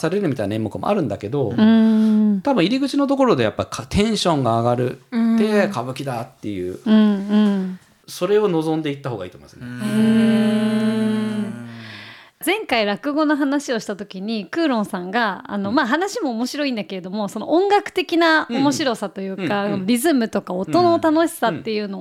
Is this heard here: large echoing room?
no